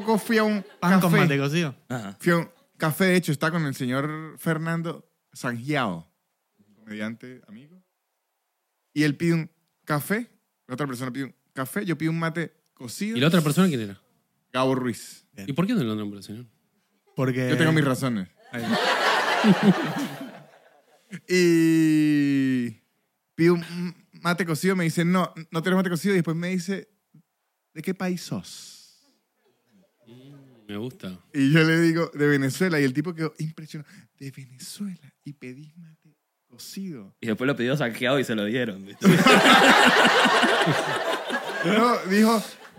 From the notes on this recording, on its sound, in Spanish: Estamos EN VIVO en TEATRO BORDER